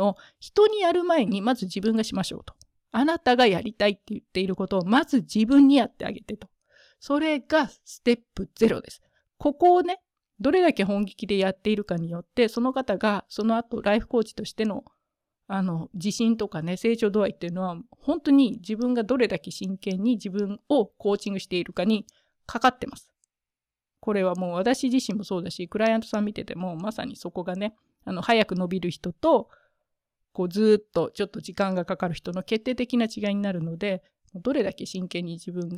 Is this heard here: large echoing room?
no